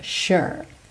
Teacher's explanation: é aquele U fechadinho, é esse som meio uh